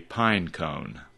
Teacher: each part is a single syllable, and the vowel sound in the first half is a long I, and the vowel sound in the second half is a long O